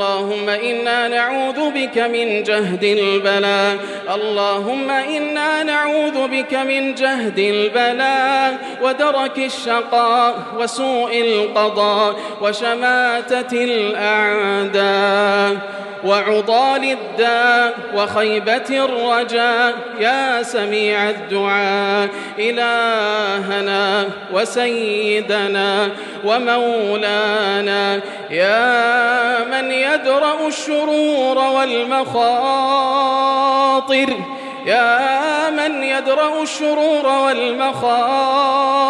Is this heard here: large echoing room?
yes